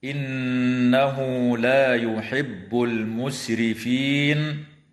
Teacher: نون مشددة حكمها الغنة في كلمة إنه